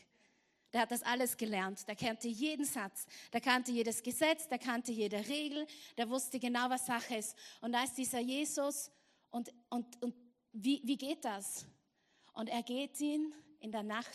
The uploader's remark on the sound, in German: Gottesdienst live aus der LIFE Church Wien.